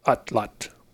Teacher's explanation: Yeah, so that final TL is a T sound, which you make by, it's kind of like how you say a T, but instead of using the tip of your tongue, you're using the sides of your tongue